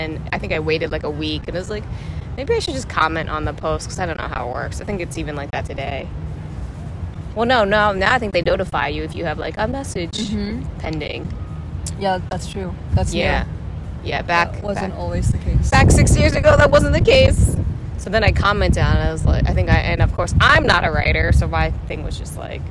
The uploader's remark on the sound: a recording on a windy rooftop in the city